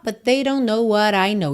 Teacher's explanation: but they junta num T só